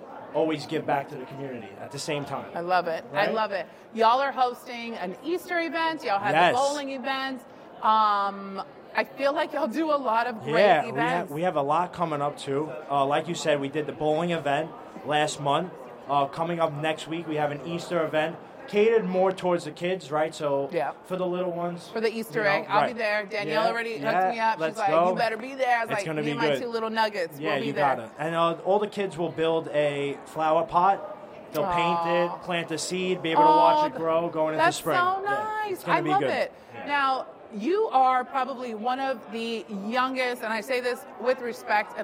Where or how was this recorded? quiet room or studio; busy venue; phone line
busy venue